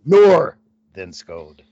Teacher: It says with the accent on the first syllable.